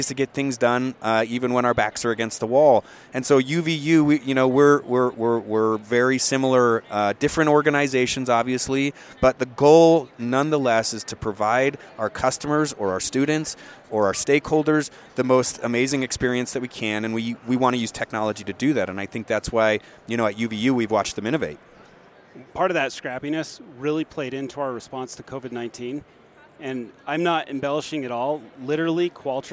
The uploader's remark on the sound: EDUCAUSE 2022. We saddled up our mobile podcast rig and took it to the floor of the show where we went in search of some of the greatest partnerships in higher education. Direct from the floor of the conference.